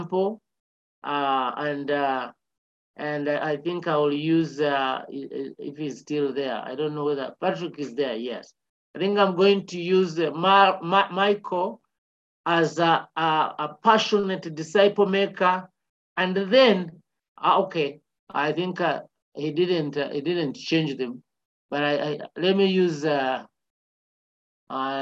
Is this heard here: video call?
yes